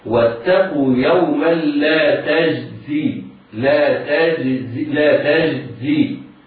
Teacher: الجيم حرف شديد مجهور يجب قلقلته. بعض الناس يبالغ في تعطيش الجيم فيعطيها شيئا من تفشي الشين فينطقها خطأ هكذا.